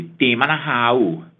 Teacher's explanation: incredibly nasal kind of thing, and they basically speak Gaelic with a Norse accent, you know. So, you know, if they were saying, how are you, they would say, Daimana hau.